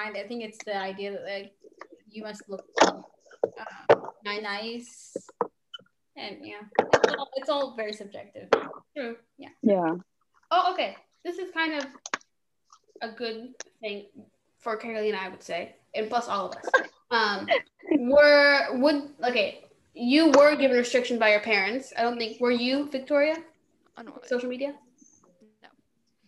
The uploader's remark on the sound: While we were talking my friend was actually making dinner, so if you guys hear any background noise it just adds some spice to the episode.